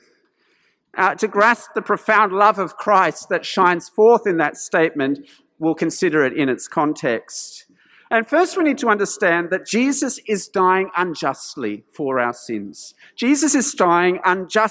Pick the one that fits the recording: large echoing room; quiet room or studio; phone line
large echoing room